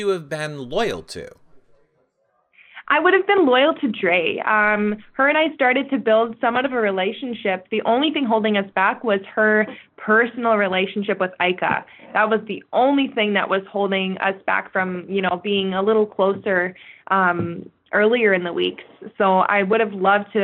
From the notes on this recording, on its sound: This is our phone interview with the victims of the TRIPLE EVICTION from Big Brother Canada season 5!